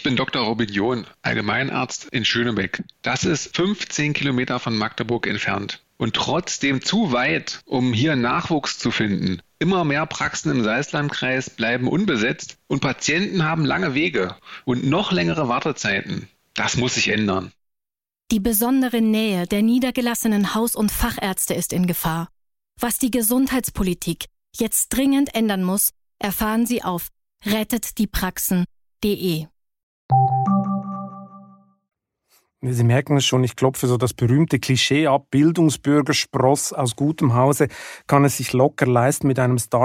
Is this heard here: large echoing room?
no